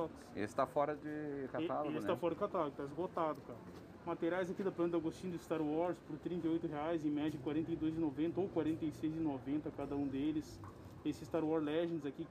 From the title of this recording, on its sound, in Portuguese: direto da feira do livro de santa maria 2021